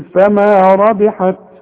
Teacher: وطلع لي همس بسيط، شوية هوا، علشان التاء دي من حروف الهمس